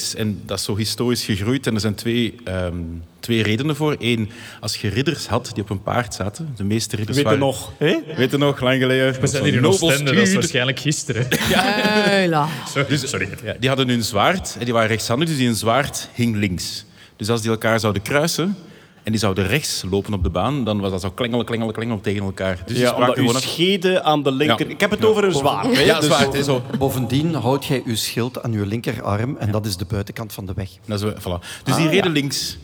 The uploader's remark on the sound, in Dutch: Live op DS Podcastfestival. Een Nerdland special live op het Standaard Podcastfestival.